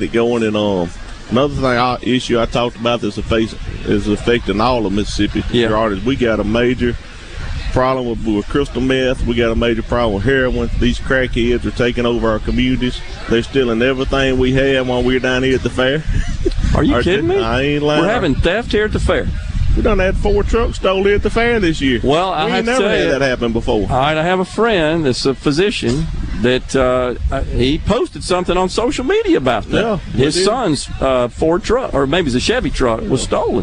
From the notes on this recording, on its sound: LIVE fromFounder's Square at The Neshoba Co Fair, and he is joined under the SuperTalk tent in the Element Wealth Studio by a wide variety of guests - from elected officials to civil servants and more!